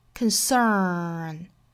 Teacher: 单词内部含有字母 r,卷舌